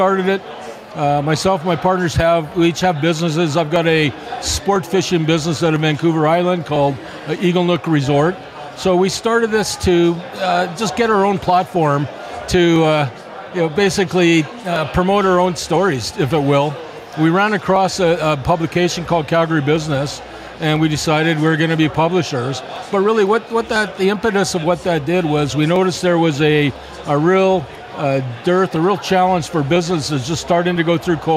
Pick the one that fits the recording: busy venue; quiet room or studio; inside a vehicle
busy venue